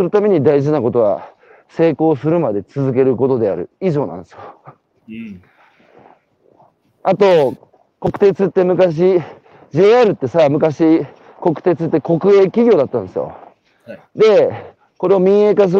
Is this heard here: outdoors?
yes